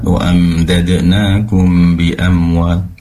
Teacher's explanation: ikhfa syafawi pastikan mendengungnya lebih lama, tadi terlalu singkat.